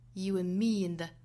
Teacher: 我们在连贯的时候呢把 and 尾部的省掉，然后 and 弱读